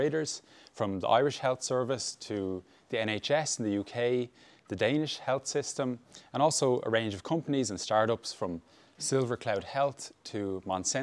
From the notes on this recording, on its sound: Talk to our live audience. Live Q&A.